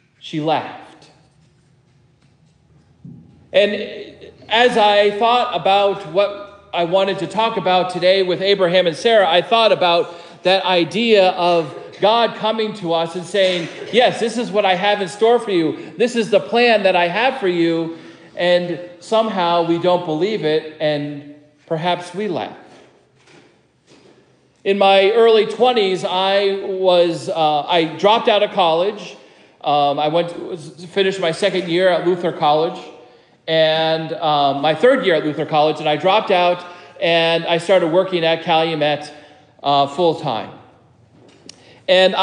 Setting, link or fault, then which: setting, large echoing room